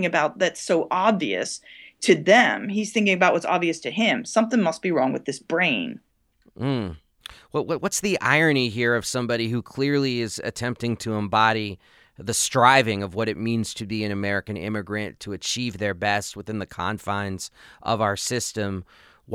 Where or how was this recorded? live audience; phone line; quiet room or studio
quiet room or studio